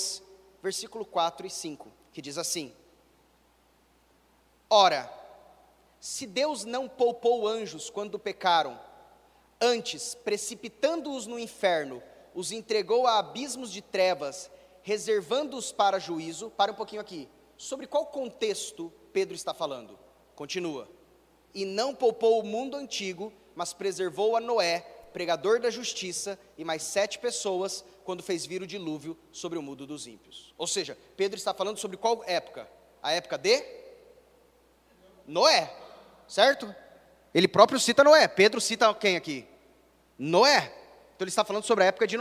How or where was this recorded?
large echoing room